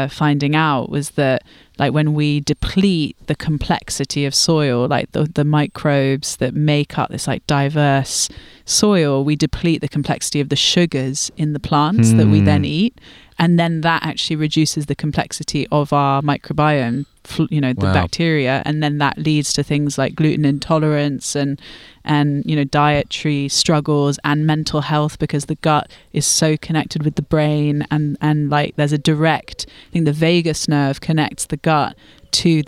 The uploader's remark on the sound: Recorded in the Devonian woods around a campfire